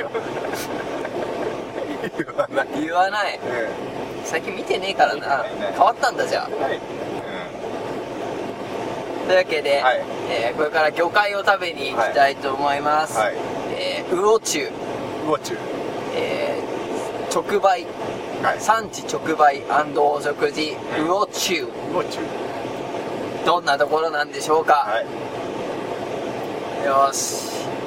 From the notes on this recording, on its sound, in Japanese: 今回収録分、ずっと車の走行音がするのはプチ旅行中だからです。千葉県は富津岬まで行ってきました。